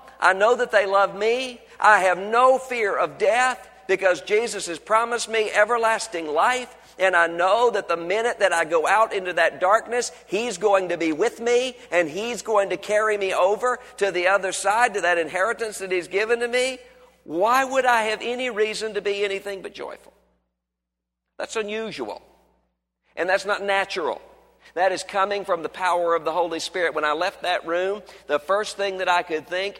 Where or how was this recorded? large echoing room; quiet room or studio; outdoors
large echoing room